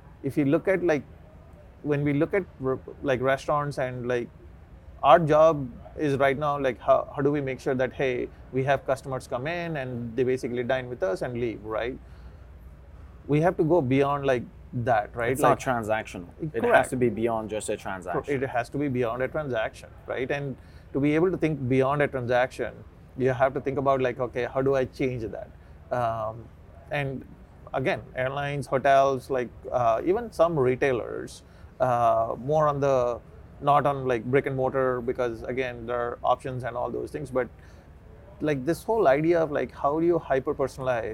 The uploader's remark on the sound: This podcast was recorded live at the FSTEC 2023 in Dallas.